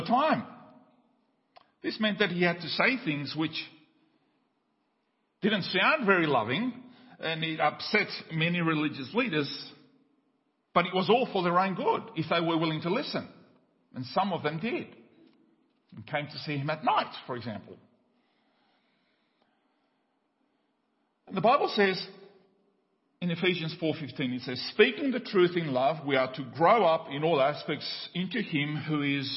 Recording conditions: large echoing room